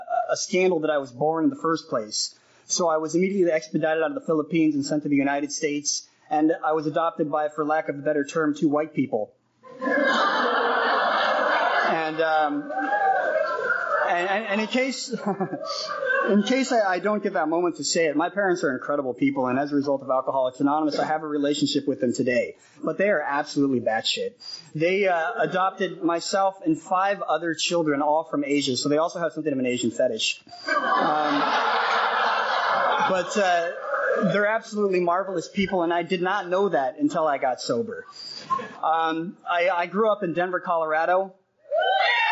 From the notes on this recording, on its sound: telling his story at the 10th Western Area Young Peoples of Alcoholics Anonymous Conference held in Seattle in 2006